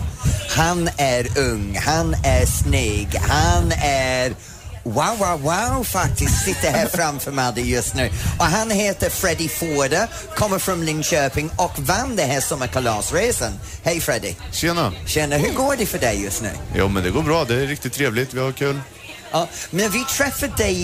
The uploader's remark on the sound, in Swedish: Live från Liseberg